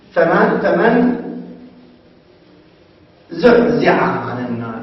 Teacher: يعني قلب الحاء عينا